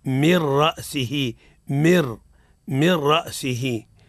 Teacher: والدغم في اللام والراء لا بغنة · Term: الإدغام بلا غنة